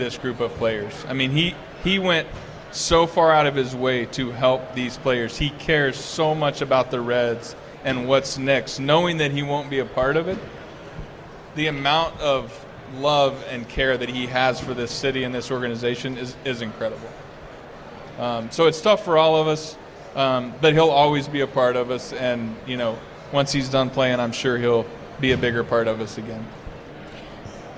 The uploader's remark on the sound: LIVE from Redsfest